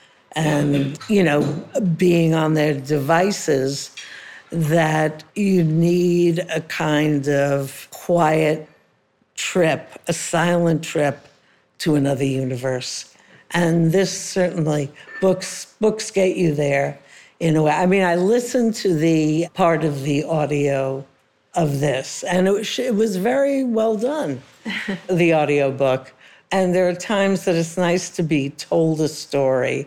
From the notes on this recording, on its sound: Was a special recording that happened earlier in the year at an event at Temple Emanu-El in New York City for their women's group. We did this in front of a live audience, which was a lot of fun.